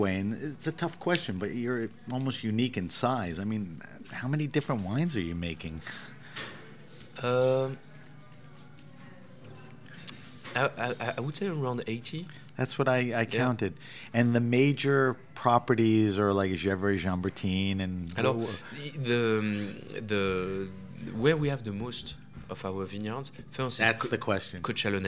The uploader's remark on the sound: were interviewed at the 2020 Naples Winter Wine Festival